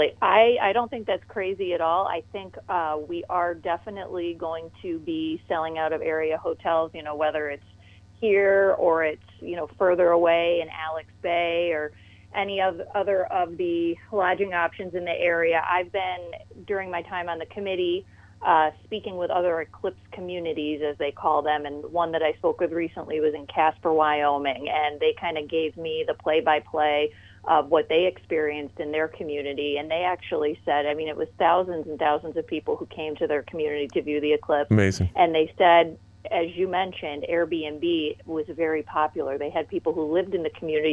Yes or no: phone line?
yes